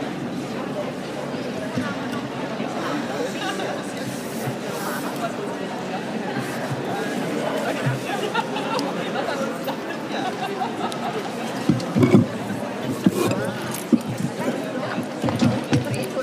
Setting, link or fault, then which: setting, busy venue